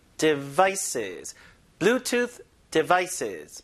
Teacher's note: Bluetooth devices 해서 이건 항상 강세를 뒤에다 줍니다. Devices가 아니라 devices.